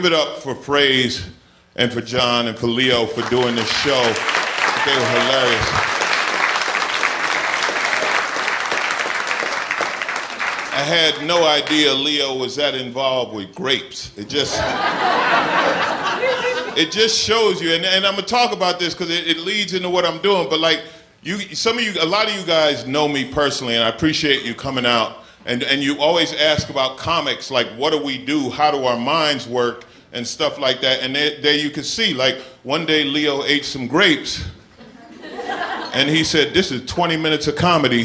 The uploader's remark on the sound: Recorded uncut at Icehouse Pasadena